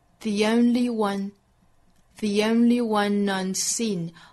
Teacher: 同样 the 和 only 又是连读加 y.